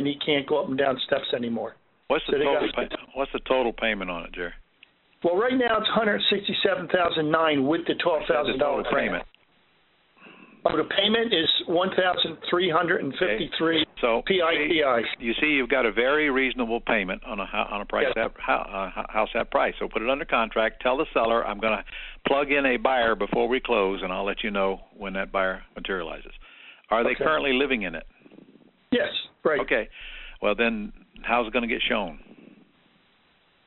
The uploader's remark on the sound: Q&A Call